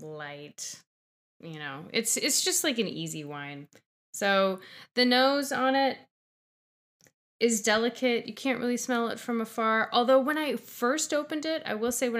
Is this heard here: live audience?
no